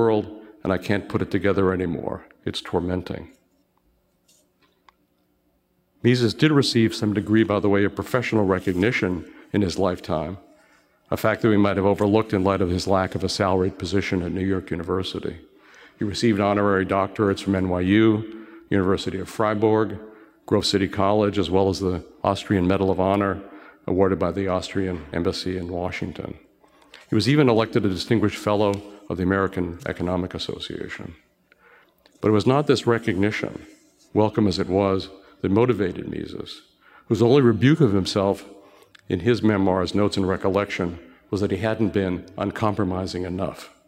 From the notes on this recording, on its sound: delivered a moving message at our event in Boston, last week.